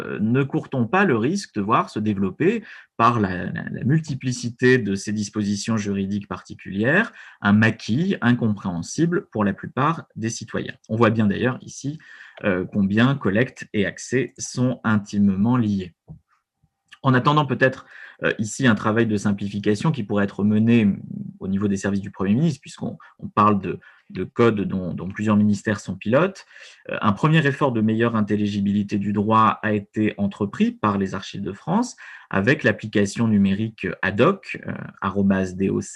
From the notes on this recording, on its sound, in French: Enregistré sur Zoom le 4 février 2021